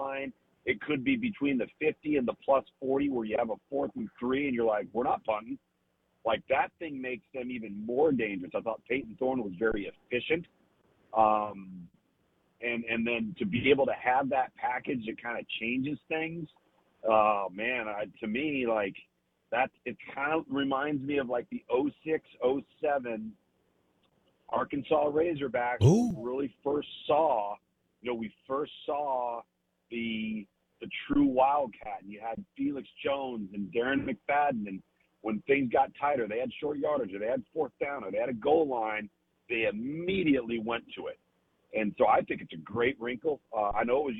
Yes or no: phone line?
yes